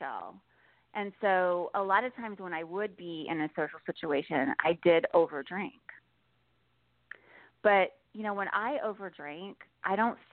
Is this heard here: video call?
no